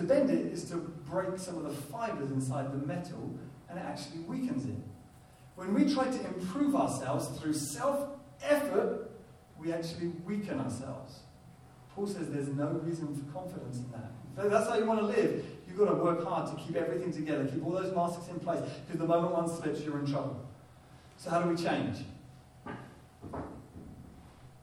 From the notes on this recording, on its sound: Poor Audio Quality